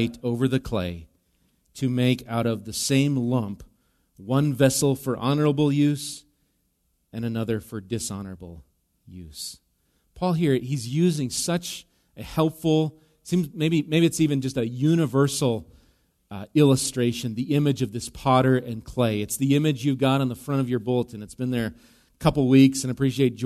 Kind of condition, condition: setting, large echoing room